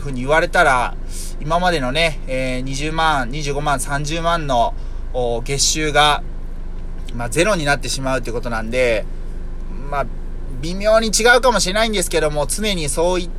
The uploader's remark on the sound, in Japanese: 車内で涼ながら収録しているのでエアコンの雑音がBGMっす。